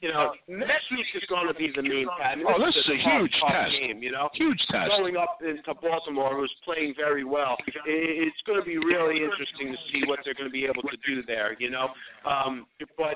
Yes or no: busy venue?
yes